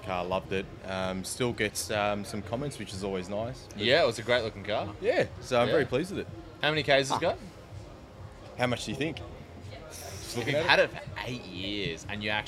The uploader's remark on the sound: Coming to you LIVE from YTG Cars and Coffee! A new location filming live at our YTG Cars and Coffee event we held just a week ago, here at the showroom.